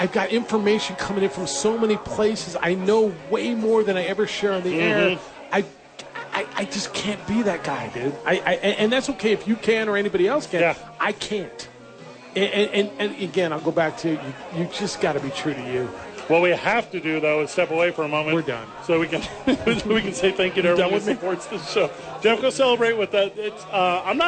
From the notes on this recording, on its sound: live from Hooters celebrating The Opening Drive's Anniversary party